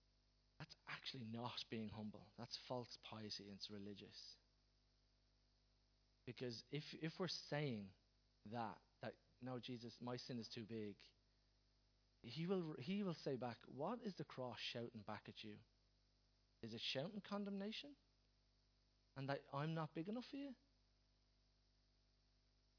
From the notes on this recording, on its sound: Recorded live at Liberty Church on 28th April 2019